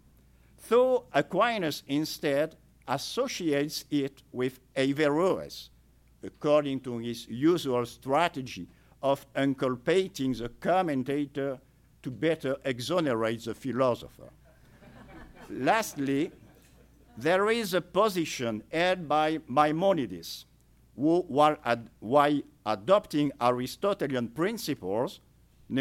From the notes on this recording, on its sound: At the Thomistic Circles Conference at the Dominican House of Studies.